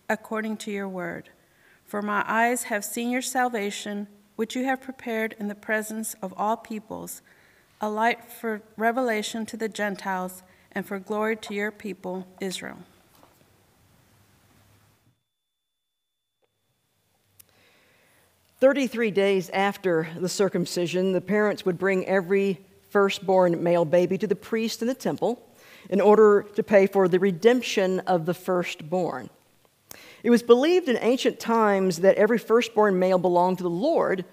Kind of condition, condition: setting, large echoing room